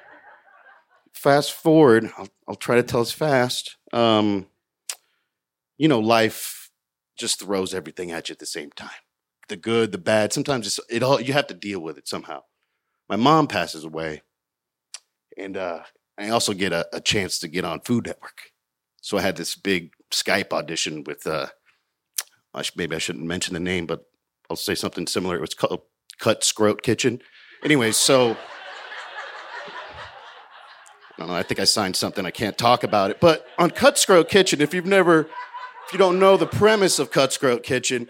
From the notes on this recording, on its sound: told this story live in front of a packed crowd at Buntport Theater in Denver, Colorado